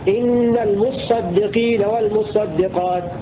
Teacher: وقرأ الباقون بتشديد الصاد في الكلمتين: إن المصدقين والمصدقات، والأصل في هاتين الكلمتين المتصدقين والمتصدقات، فأدغمت التاء في الصاد فصارت إن المصدقين والمصدقات.